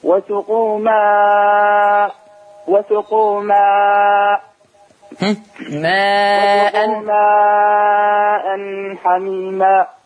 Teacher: بس خلي بالك من حاجة، وسقوا ماء حميما، أظهر التنوين ليس معه غنة